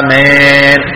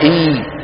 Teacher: هذه الف مماله وليست ياء، الياء بتكون اي